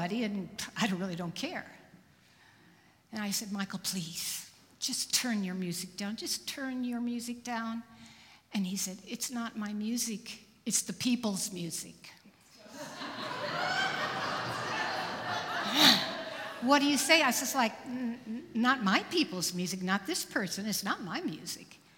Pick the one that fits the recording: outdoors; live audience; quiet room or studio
live audience